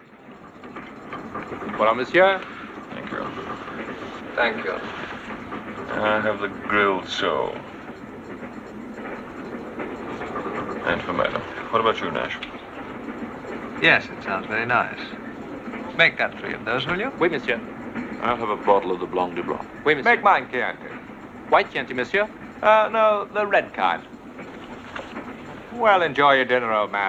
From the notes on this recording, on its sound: Live from the Robert Shaw. Located in northern England, the Wetherspoons honours the town's greatest son.